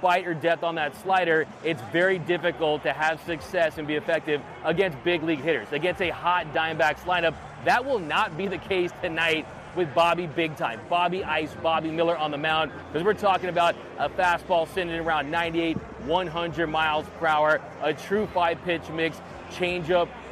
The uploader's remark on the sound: Live From Dodger Stadium